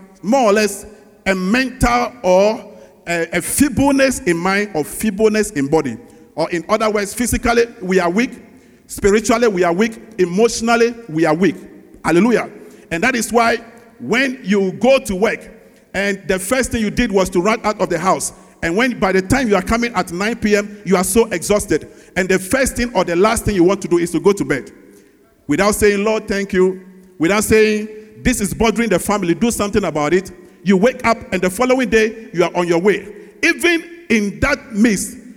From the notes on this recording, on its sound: Sermon preached at CBC Shiashie Campus